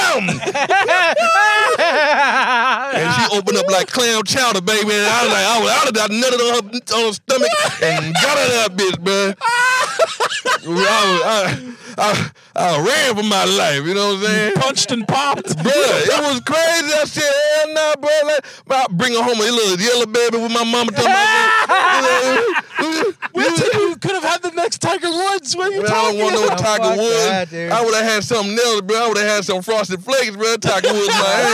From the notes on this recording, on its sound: We are in the car. Recorded at Thank You Miami.